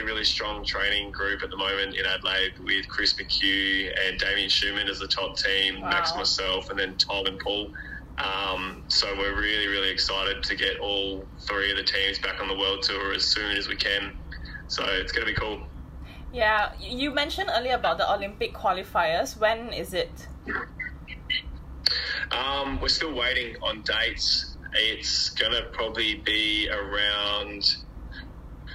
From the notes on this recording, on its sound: this is not an actual podcast with fancy equipment, so please forgive the mediocre audio quality and excessive laughing